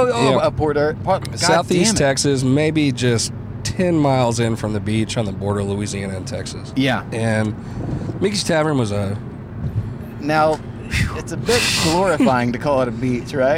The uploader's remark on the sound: record a podcast in his car, I do a short interview on the street